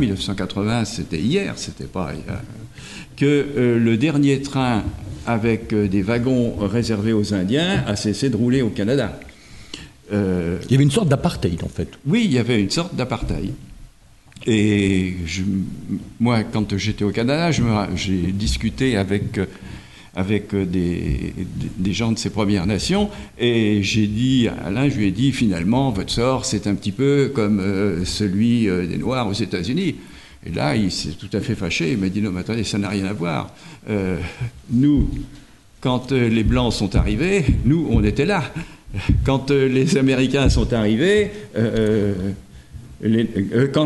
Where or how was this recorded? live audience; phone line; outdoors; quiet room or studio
live audience